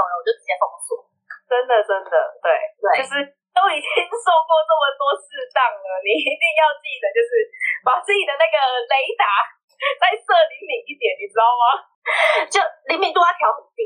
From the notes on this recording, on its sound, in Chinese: 本集第一次遠端錄音音質集差